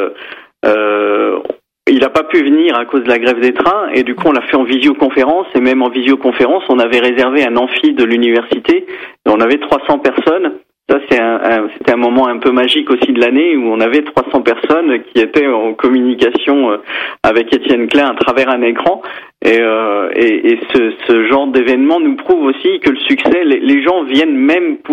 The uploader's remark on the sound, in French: par téléphone